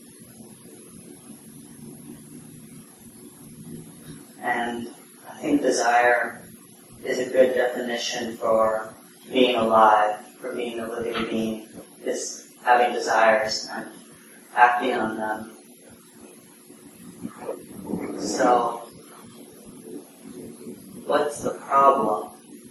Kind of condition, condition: fault, poor sound quality